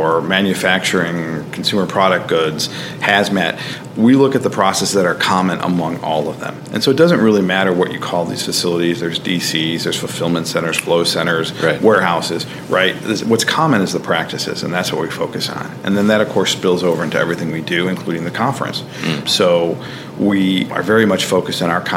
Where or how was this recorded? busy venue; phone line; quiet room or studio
busy venue